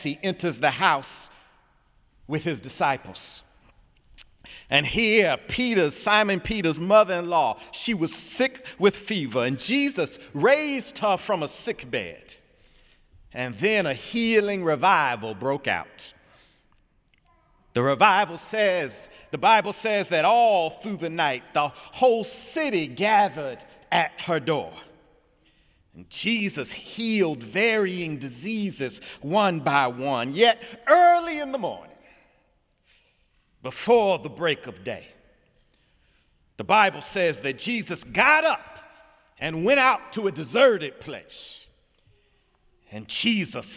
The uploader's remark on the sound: Sunday sermon February 4, 2018 in the Memorial Church of Harvard University